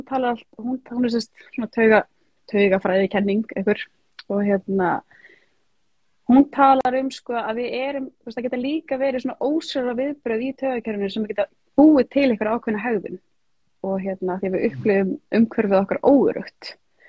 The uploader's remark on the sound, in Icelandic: tekið live instagram spjall